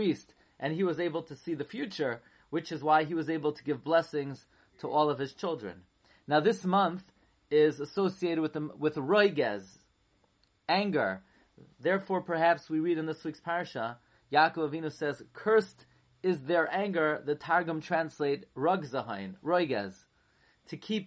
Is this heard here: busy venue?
no